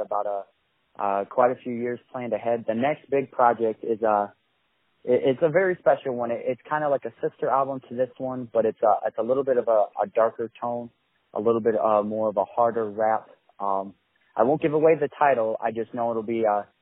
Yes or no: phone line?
yes